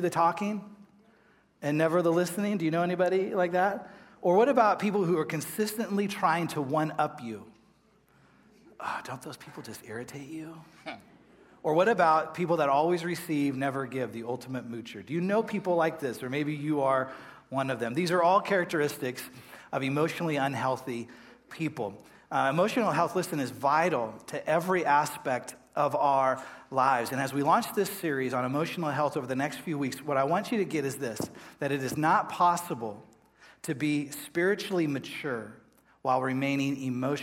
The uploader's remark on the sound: Live at Westside Church.